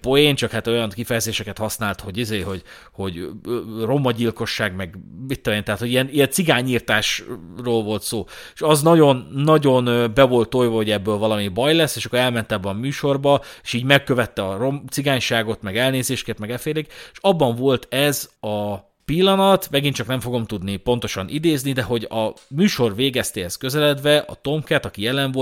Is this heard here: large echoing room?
no